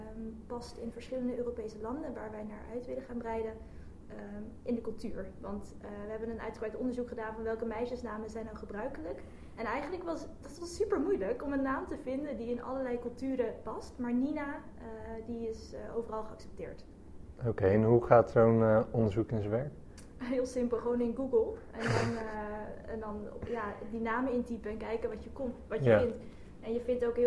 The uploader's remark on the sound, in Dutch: Excuses voor de mindere audio kwaliteit. 1 microfoon bleek veel ruis te bevatten.